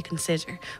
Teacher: it's the middle syllable that would be naturally accented when we say consider. We don't say consider.